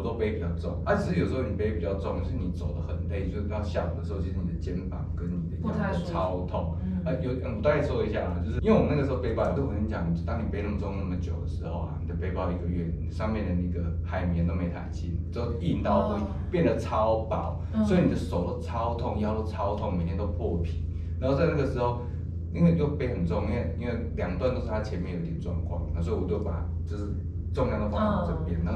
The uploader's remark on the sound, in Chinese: 收音見諒